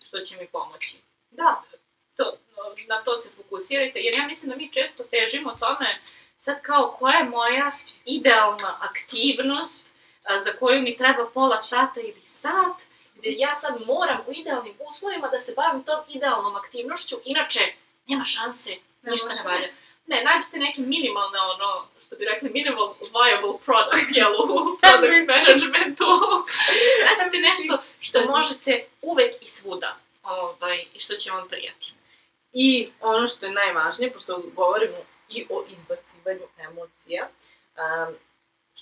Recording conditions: uneven or low level